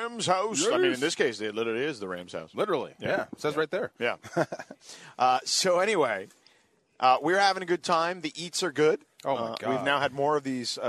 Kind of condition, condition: setting, busy venue